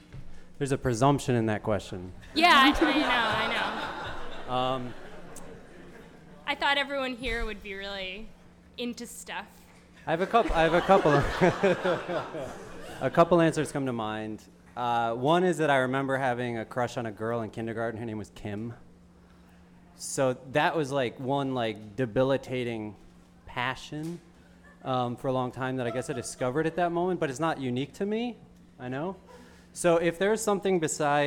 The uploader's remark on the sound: Ask Roulette is a conversation series in which strangers ask each other questions on stage. This excerpt is from our December event at Housing Works Bookstore in New York City.